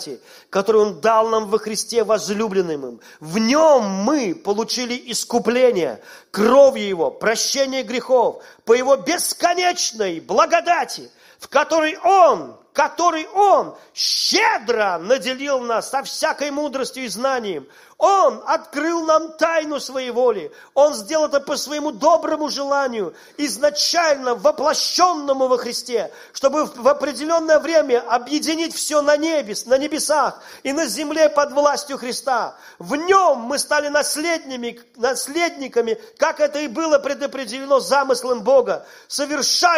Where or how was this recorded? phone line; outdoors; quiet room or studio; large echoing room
large echoing room